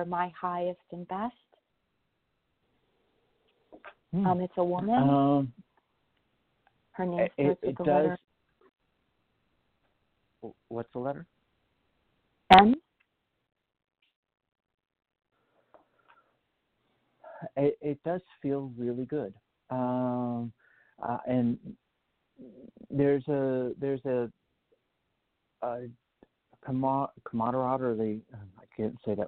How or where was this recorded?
phone line